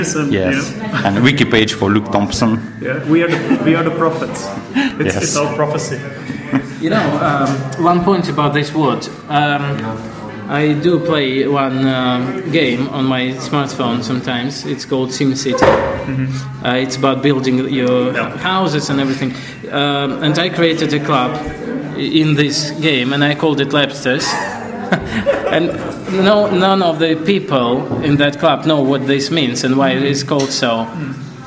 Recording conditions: live audience